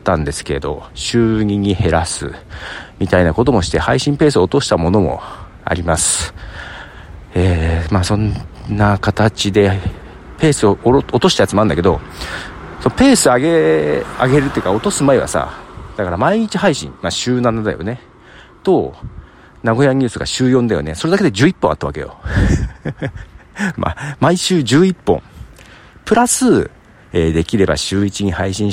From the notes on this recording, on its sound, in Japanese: 深夜の散歩。そんなことを歩きながら考えてみました。